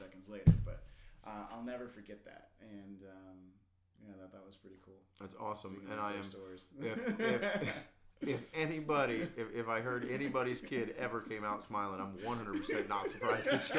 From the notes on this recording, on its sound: This was my 2 person podcast with 1 mic, so if the audio is up and down I appologise